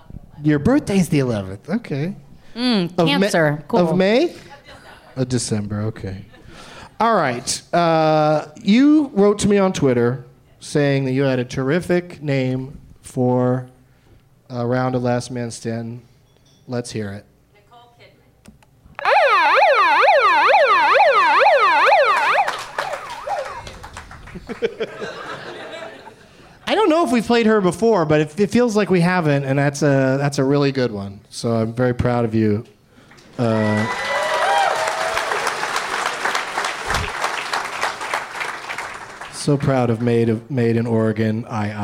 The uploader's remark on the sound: Live from the Helium Comedy Club in Portland, OR